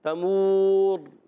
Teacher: तमूर वफ़ करने में रा पुर हो जाएगा, मद्दे आरिस भी हो जाएगा, रा को मोटा भी रखना है